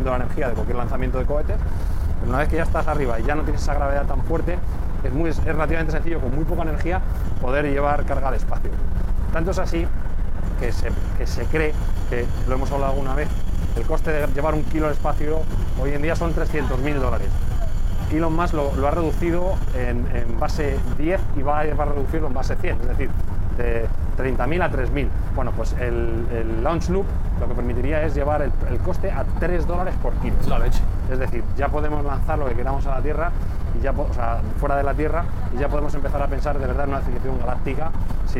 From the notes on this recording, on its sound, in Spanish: Hemos grabado un episodio especial dentro de un AVE, de un tren de Alta Velocidad Española, aprovechando un viaje desde Madrid a Fuengirola. De pie en el vagón cafetería.